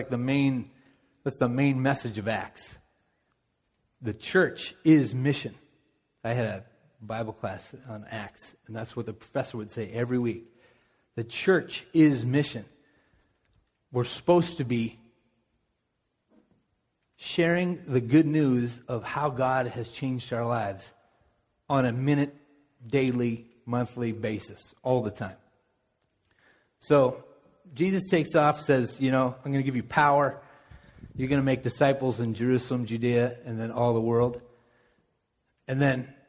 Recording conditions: large echoing room